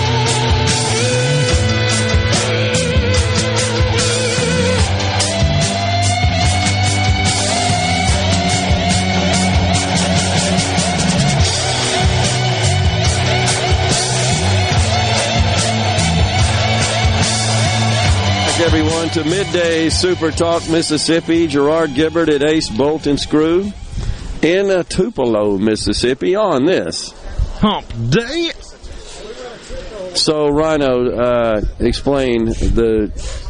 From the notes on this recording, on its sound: MidDays is LIVE from Ace Bolt & Screw in Tupelo